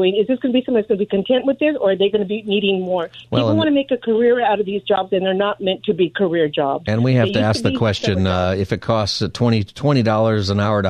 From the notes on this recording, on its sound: take your call on any topic for Open Phone Friday